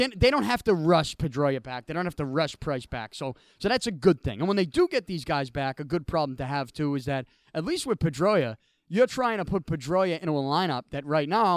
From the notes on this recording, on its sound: I recorded from outside of Beantown Athletics during the Total Solar Eclipse.